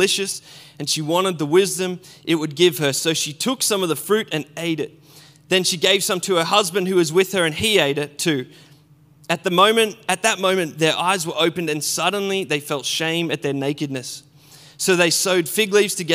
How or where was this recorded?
large echoing room